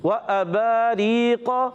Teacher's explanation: جب کبھی حمزہ آتا ہے نا وہ جھٹکے سے ادا ہوتا ہے، اور جب وہ حمزہ ساکنہ ہوتا ہے تو جھٹکا زیادہ ہوتا ہے۔